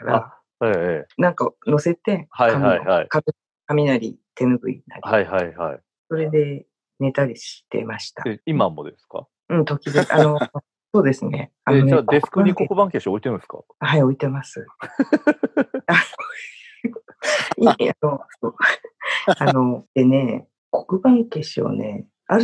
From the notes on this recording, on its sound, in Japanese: 緊急事態宣言中に。収録環境のため音飛びすることがあります。すみません。IPhone。